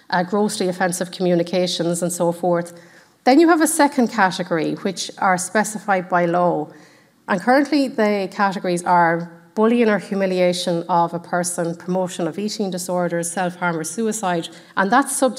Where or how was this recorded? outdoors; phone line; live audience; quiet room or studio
live audience